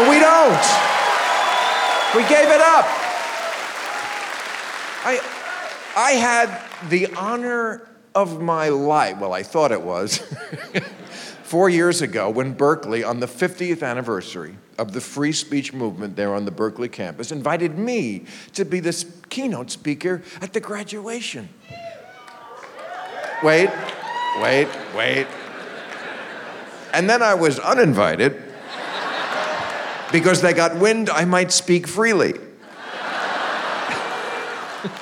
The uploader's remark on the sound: Live from Oklahoma